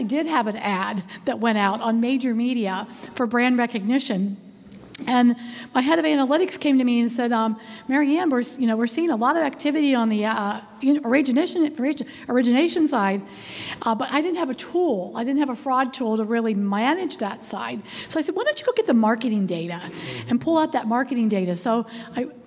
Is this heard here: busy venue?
yes